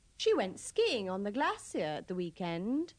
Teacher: don't pronounce the R in glacier and the RE in shore